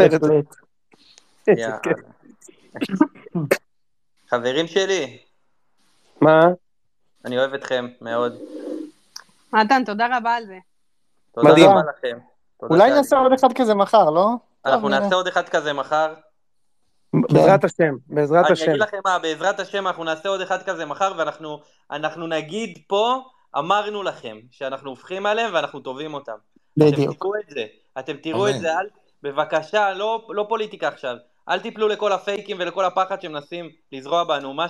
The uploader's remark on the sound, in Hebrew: פרק מיוחד של הציון שהוקלט בספייס בטוויטר בשמונה באוקטובר בשעות הערב המאוחרות.